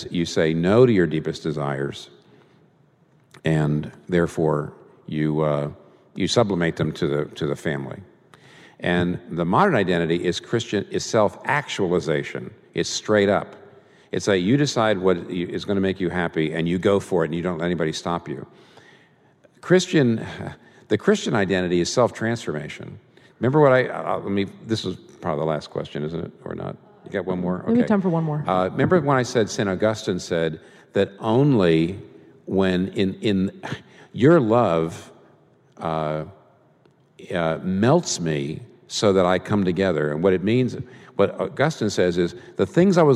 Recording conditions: live audience